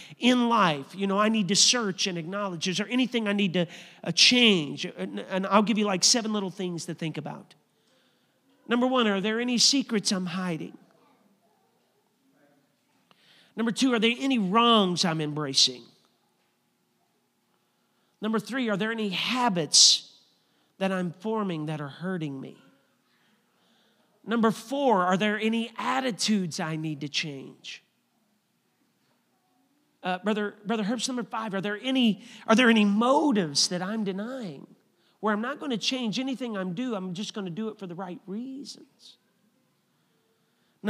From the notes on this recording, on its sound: a service recording from Connect Point UPC